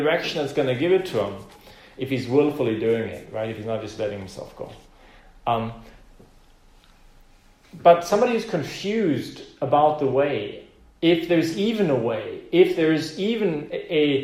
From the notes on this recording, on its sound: Preached this message on the 10th of May, 2020 in the "Zentrum Johannes Paul II. Center in Vienna, Austria.